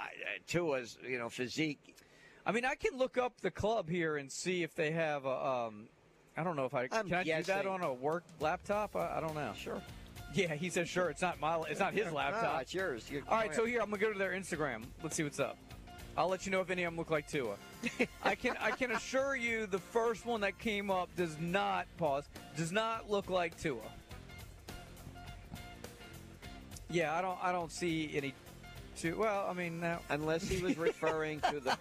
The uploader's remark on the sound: High School Gameday #1 at Fairhope. Broadcast LIVE from Fairhope to kick off high school football season!